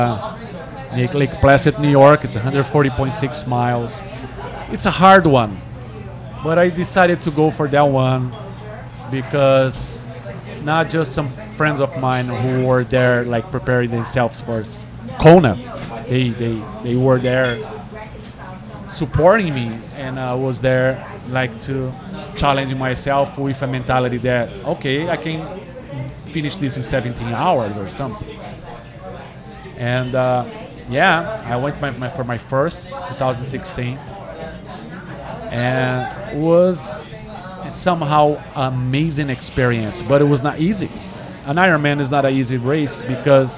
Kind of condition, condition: setting, busy venue